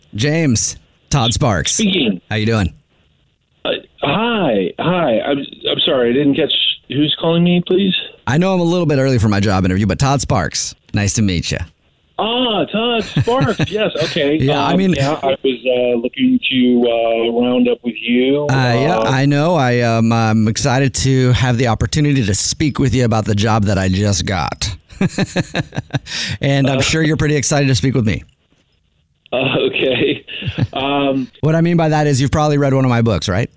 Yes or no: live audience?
no